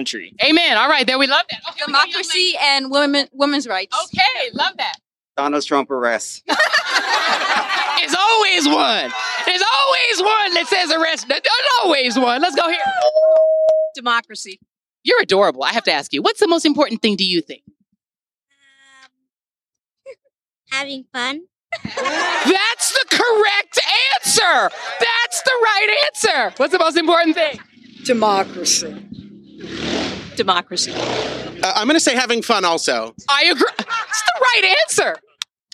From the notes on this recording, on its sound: A live broadcast from the Hall on the Yard in Orlando, Florida.